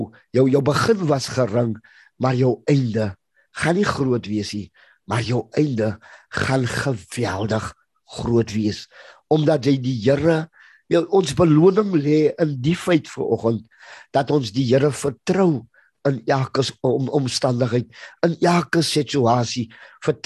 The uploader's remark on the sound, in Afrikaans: Zoom Byeenkoms